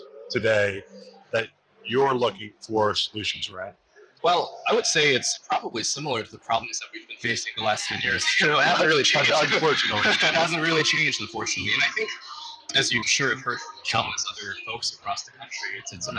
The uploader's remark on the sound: it’s an Interview in Action live from HLTH